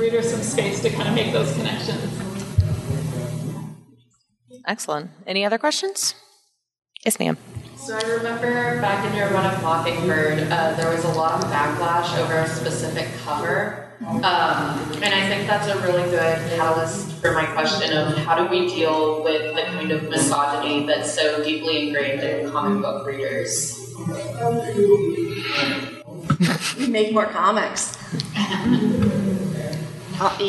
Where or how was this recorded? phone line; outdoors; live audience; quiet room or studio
live audience